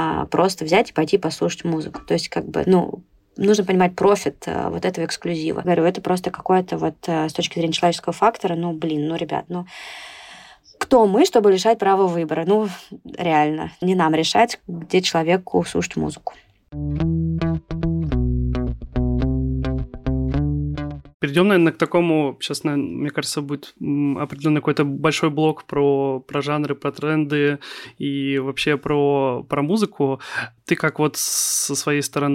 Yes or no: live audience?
no